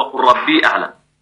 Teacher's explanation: واتفقوا أيضا على إدغام لام قل في اللام والراء